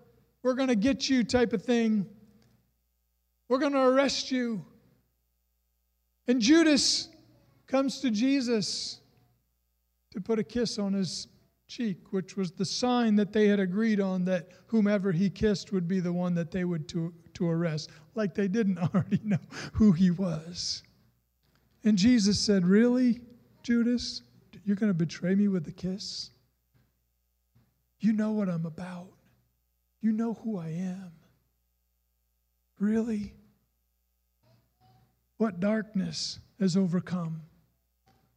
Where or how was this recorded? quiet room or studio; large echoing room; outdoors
large echoing room